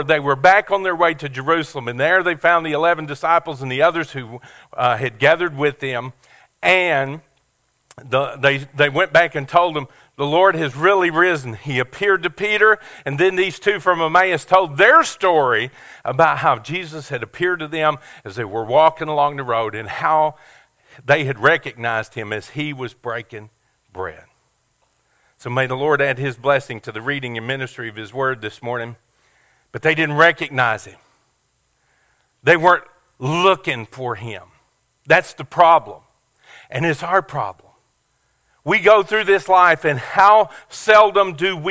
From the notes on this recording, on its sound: Sermon audio from our Easter Service at Family Worship Center.